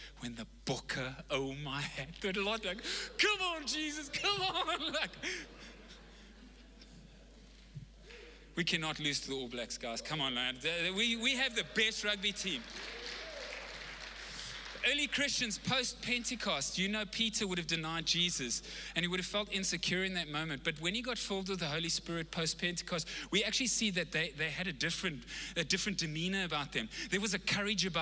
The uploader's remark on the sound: Recorded live on Sunday the 3rd October 2021